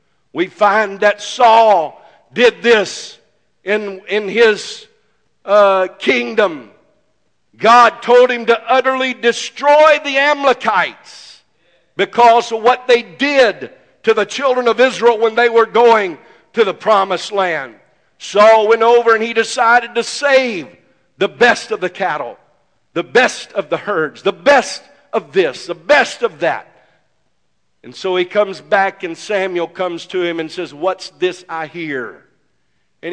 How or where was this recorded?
large echoing room